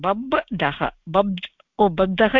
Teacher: भकारस्य स्थाने अल्पप्राण बकारः भवति. जलां जष्ट्वं भवति इत्यनेन बब् इति भवति.